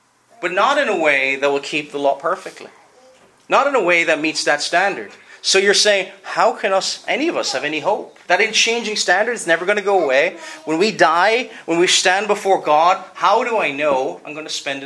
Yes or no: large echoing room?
yes